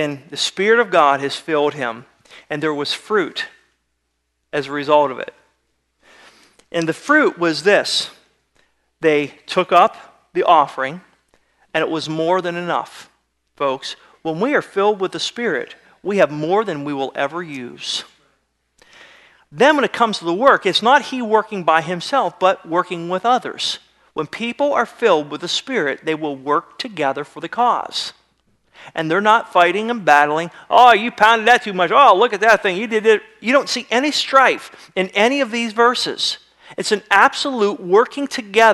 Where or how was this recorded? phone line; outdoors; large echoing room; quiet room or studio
large echoing room